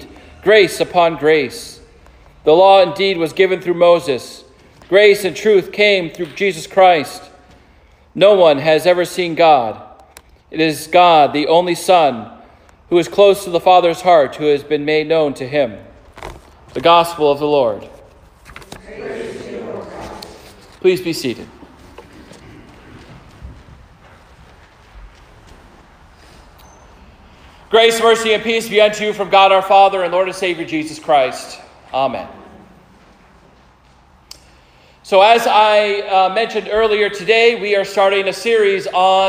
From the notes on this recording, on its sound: Preaches at Prince of Peace Lutheran Church in Kensington, CT.